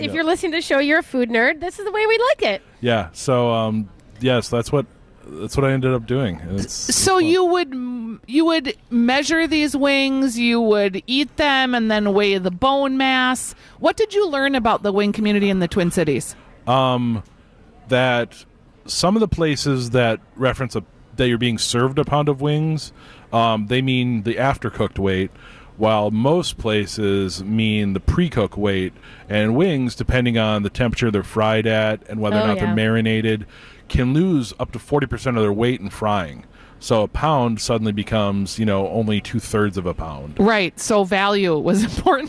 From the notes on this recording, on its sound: broadcast live at Bachman's